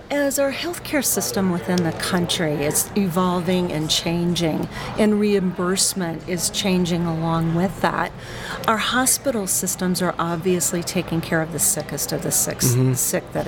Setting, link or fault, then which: setting, busy venue